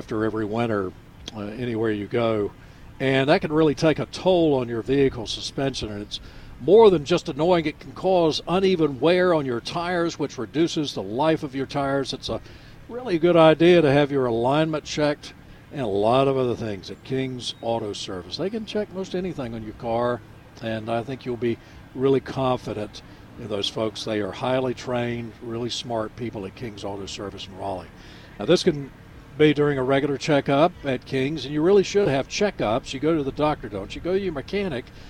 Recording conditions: outdoors